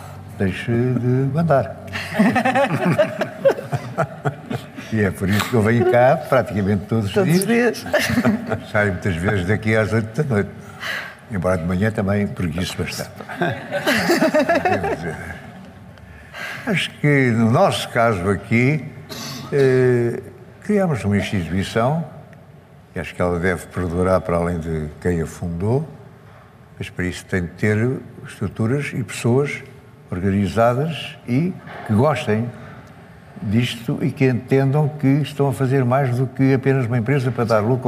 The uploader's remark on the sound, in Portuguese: Episódio especial ao vivo. Gravado ao vivo no lançamento da 20ª edição do prémio Primus Inter Pares.